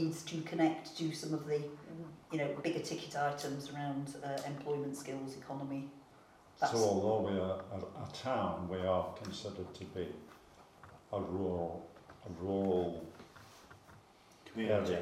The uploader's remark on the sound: Audio recording of Frodsham Town Council Meeting 3 held on 26 September 2022